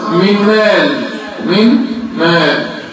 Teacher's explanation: شيل النون خش على مين ووقف عليها شوية. من مال إضغام بغنة إضغام بغنة إضغام يعني شيل النون غنة يعني اقف على الحرف اللي بعدين.